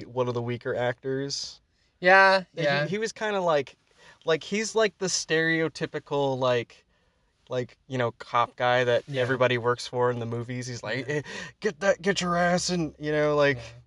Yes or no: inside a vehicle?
yes